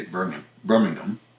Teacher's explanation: And Birmingham, England, is actually, we say it's Birmingham, but the British would say Birmingham. They tend to swallow that last syllable. And in Alabama and Iowa, it's Birmingham.